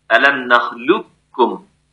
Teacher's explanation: وأجمع الكل بلا اختلاف على ادغام القاف عند الكاف من غير صوت · Term: الإدغام الكامل